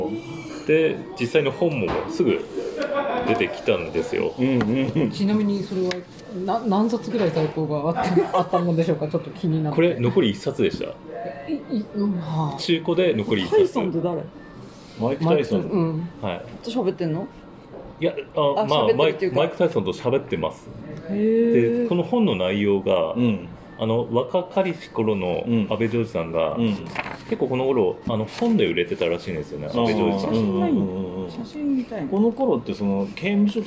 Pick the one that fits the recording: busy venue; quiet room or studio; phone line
busy venue